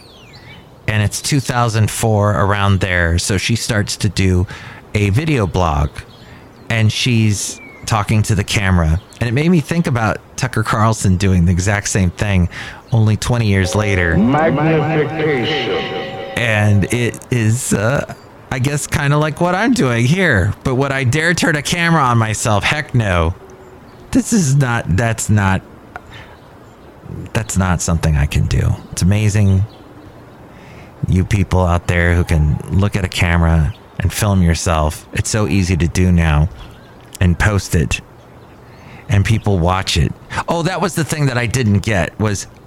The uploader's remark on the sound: podcasts live from Cafe Anyway